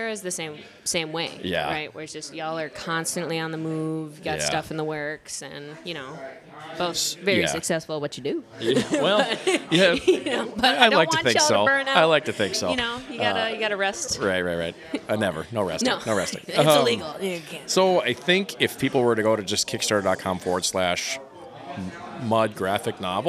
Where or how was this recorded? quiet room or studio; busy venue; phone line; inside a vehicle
busy venue